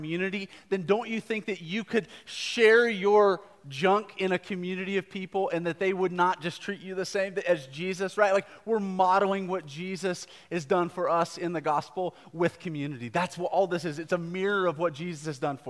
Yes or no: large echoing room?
yes